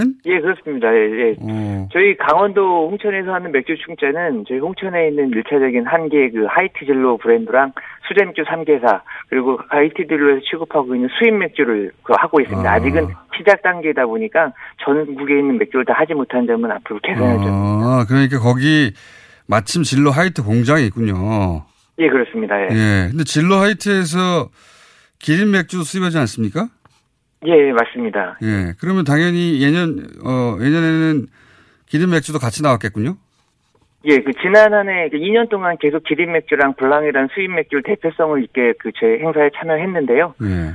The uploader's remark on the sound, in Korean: 전화연결